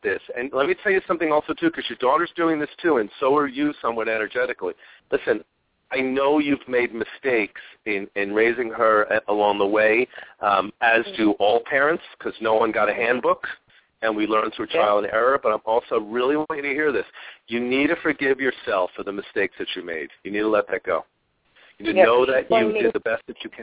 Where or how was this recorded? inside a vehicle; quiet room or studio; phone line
phone line